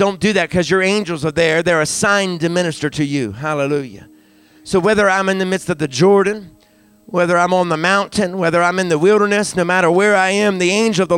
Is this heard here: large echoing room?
yes